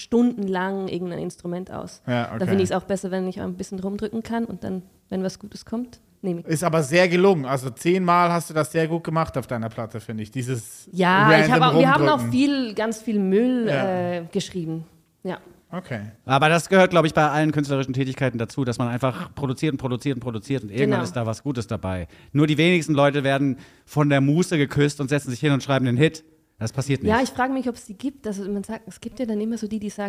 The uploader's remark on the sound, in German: Live aus der Botschaft der Schweiz in Berlin. Live vor Publikum. Der Berliner Alphorn Verein.